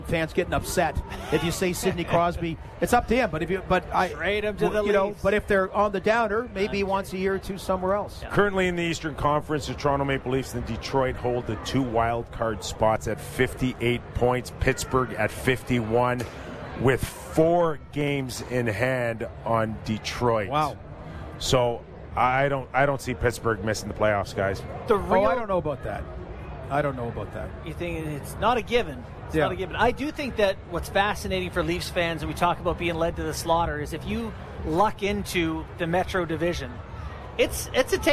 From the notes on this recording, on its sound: Live from NHL All-Star Fan Fair